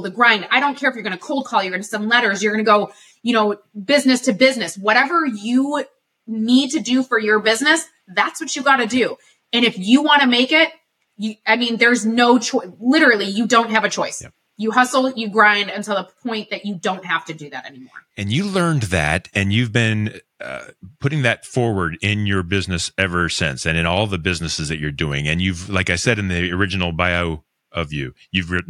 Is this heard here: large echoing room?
no